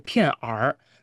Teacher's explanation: 杭州话的这个儿呢，它是清清楚楚，它是得独立的读出来 · Term: 儿化音